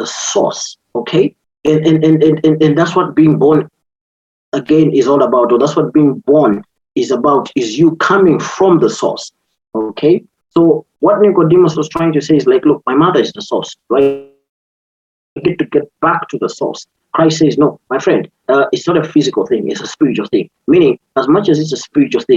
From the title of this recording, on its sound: Youth zoom meeting